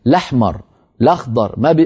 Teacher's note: يحذفون الهمزة من أولها لأن هذا أسهل